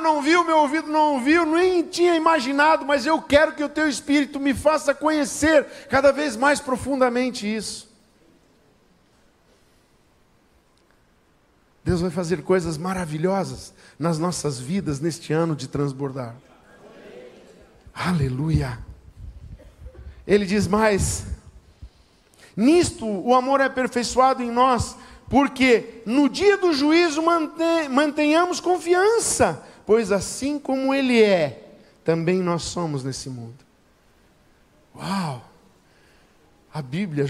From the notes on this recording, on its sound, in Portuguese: Culto Especial de 29 anos Igreja ABA Blumenau. Na Igreja ABA Blumenau (Transmitido ao vivo).